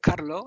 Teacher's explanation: Carlos sin ese al final es una forma que tenemos de hablar